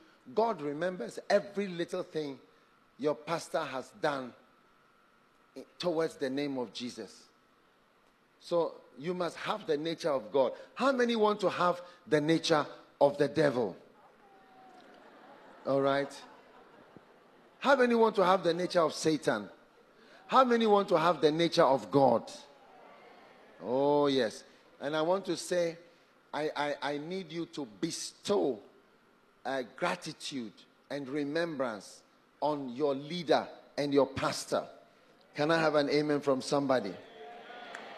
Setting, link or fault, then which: setting, large echoing room